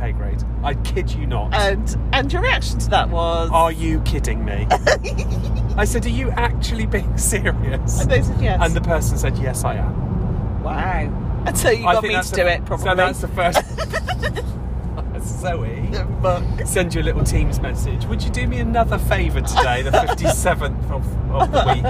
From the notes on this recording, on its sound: This week we are in the car!